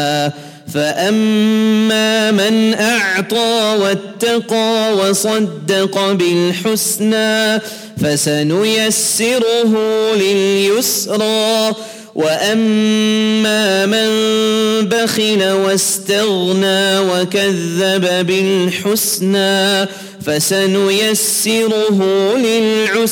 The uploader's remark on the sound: At the Houghton Masjid (West Street).